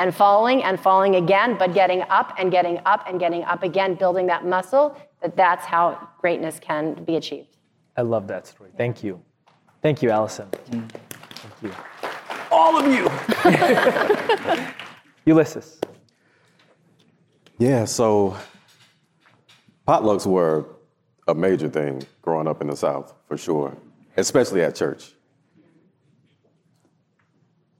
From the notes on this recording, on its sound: This panel discussion was a part of the opening plenary at the 2022 Interfaith Leadership Summit.